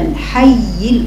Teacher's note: رفعت صوتها على الياء برخاوة الياء، لكن الخطأ أن تقرأ هكذا الحي الحي، تروح قطع صوت هكذا. · Term: النبر